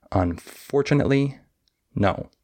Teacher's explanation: I have stress on four, unfortunately. But then all of the next three syllables after it are all syllables that don't have a lot of stress. And then the word no is stressed.